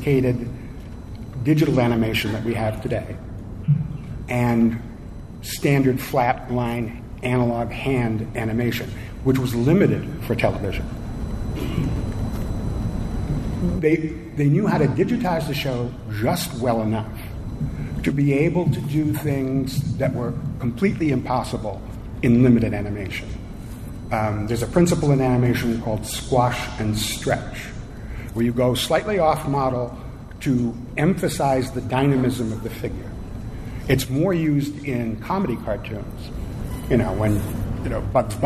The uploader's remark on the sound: Live from FanX in Salt Lake City Utah.